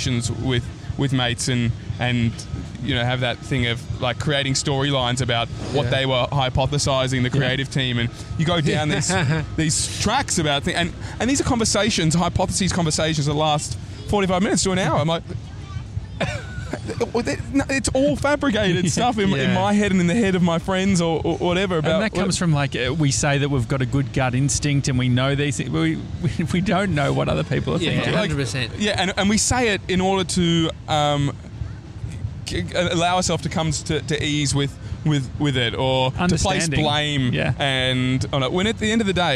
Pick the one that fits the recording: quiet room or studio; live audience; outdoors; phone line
outdoors